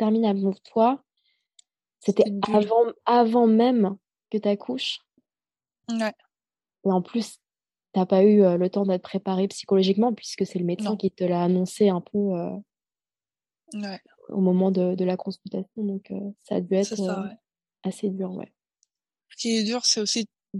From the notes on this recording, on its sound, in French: Cet épisode a été enregistré en distanciel. Tokyo/Paris.